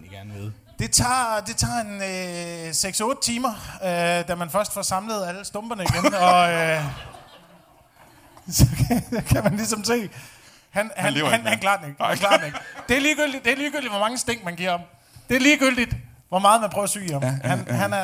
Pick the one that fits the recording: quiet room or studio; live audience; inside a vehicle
live audience